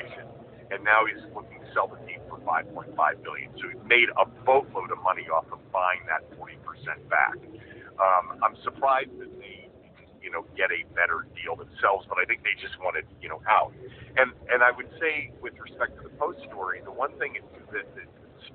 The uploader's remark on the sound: Open the show by talking face-to-face. Over the phone.